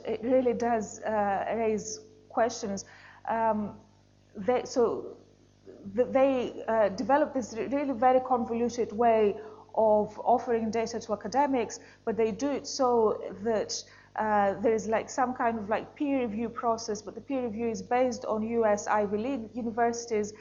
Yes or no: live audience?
yes